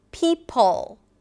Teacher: That's the schwa sound before the dark L. It's affected by the L